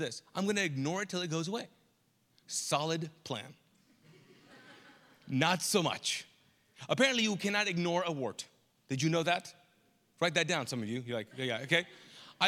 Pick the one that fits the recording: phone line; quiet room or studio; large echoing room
large echoing room